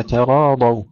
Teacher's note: ترقيق التاء ثم تفخيم الراء تفخيم الضاد